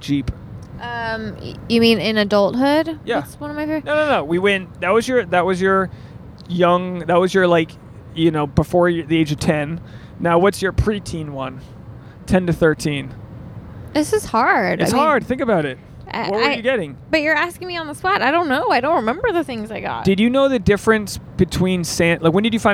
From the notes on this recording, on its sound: This episode was recorded on Route 73 eastbound.